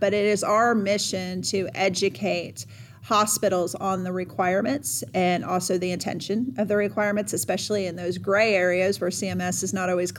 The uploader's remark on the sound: This episode was recorded during our 2022 DNV Healthcare Symposium.